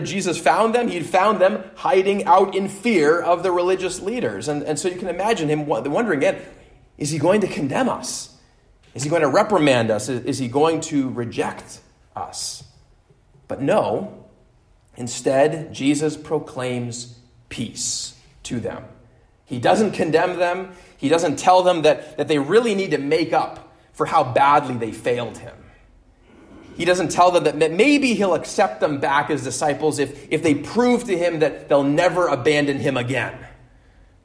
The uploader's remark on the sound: at Immanuel Lutheran Church in Pasadena, CA